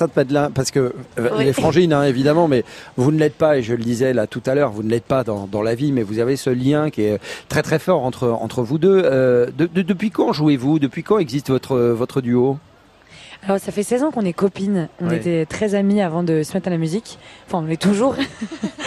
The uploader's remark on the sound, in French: France Bleu Soir en direct de l'Armada.